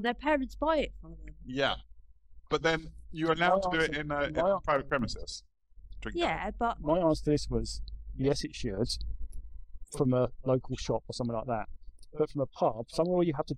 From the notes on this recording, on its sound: Apologies for the poor audio.